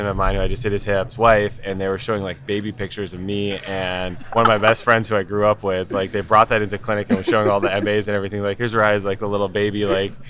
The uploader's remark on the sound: recorded at the 2021 AAHKS Annual Meeting